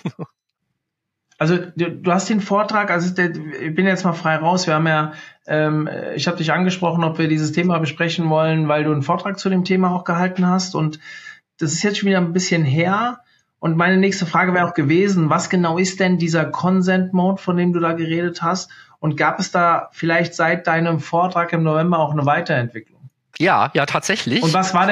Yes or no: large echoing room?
no